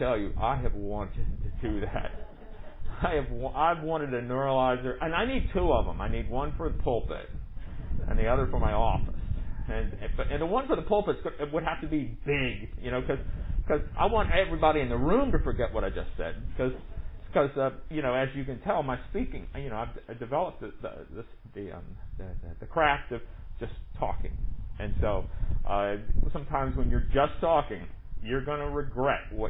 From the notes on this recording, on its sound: Recorded at MPPC on Sunday, August 16, 2020, under the pavilion.